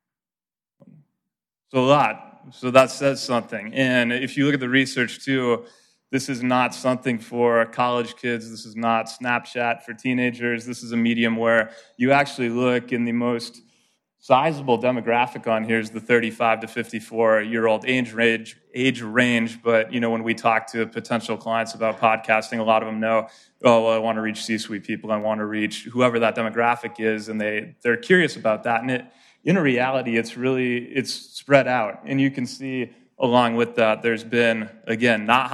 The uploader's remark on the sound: Live from the Rotary Club of Milwaukee